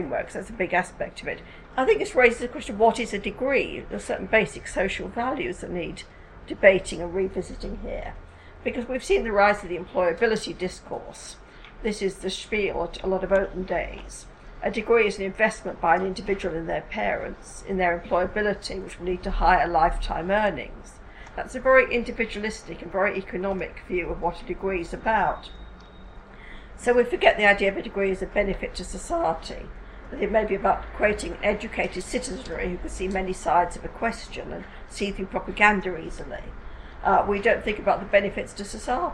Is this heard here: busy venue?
yes